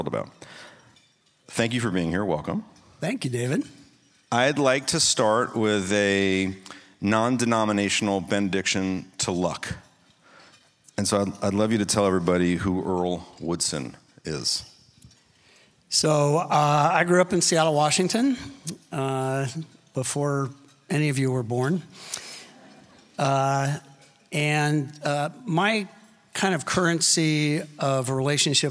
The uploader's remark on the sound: Recorded live at the Sixth Street offsite in Austin, Texas.